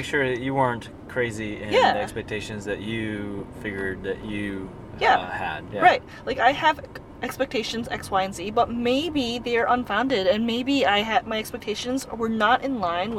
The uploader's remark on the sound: We are actually in the car. Driving together and doing windshield time together recording.